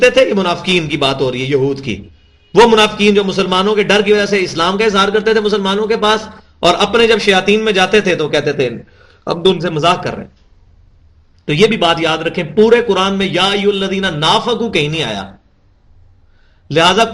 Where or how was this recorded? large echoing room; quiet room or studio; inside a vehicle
large echoing room